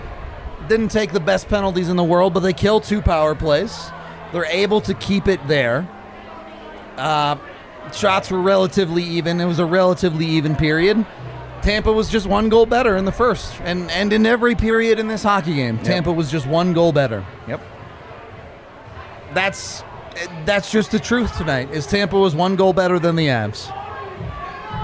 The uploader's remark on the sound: live from the DNVR Bar